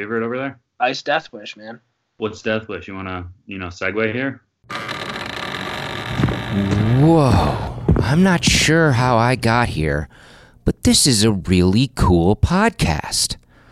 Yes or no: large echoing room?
no